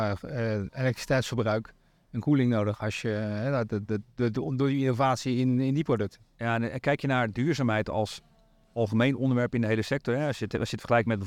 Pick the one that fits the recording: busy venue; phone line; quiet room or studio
busy venue